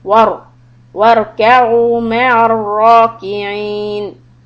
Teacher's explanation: This ra has a sukun, before that there's a fatha, zabar, so it is heavy.